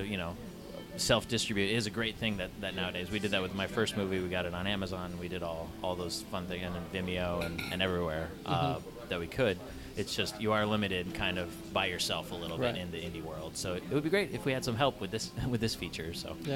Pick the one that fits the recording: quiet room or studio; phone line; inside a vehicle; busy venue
busy venue